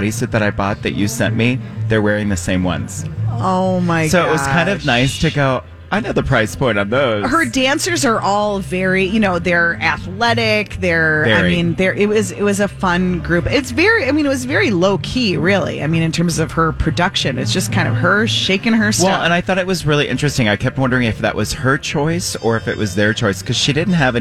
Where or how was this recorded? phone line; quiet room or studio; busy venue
busy venue